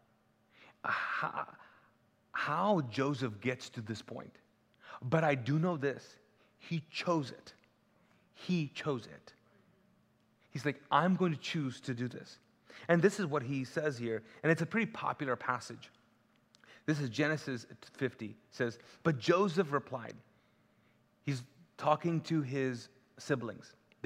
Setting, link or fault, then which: setting, large echoing room